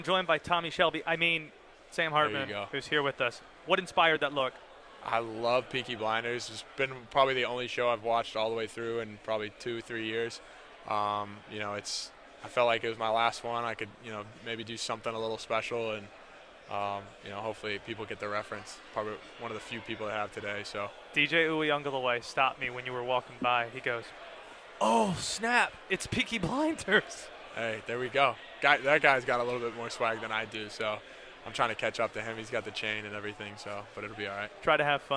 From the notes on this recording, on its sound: Live from ACC Kickoff